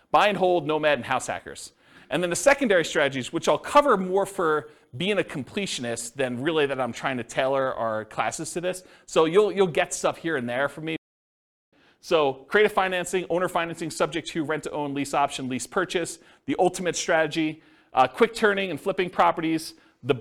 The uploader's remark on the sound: This was a live class recorded